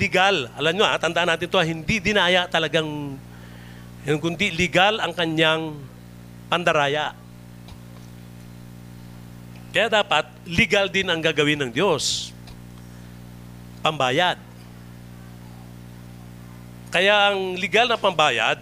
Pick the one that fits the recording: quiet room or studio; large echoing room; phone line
large echoing room